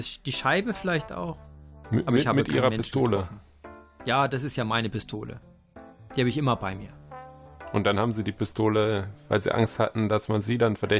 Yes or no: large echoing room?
no